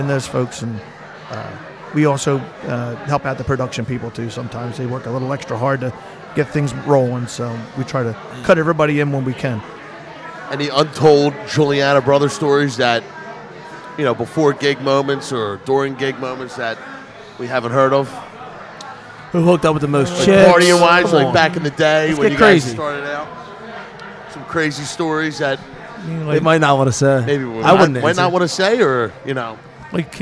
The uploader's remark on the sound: We go live at the Laughing Fox in Magnolia New Jersey